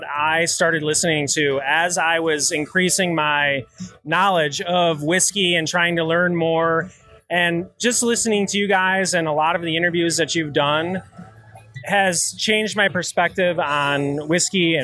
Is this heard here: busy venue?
yes